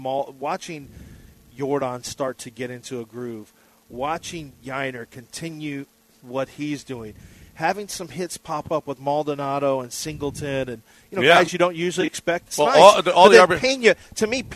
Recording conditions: busy venue